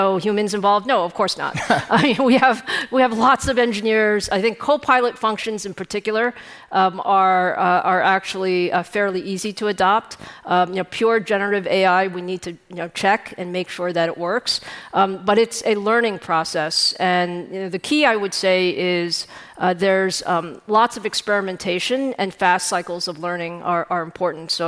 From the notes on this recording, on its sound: The Code Conference was this week, and we had a great time talking live onstage with all of our guests.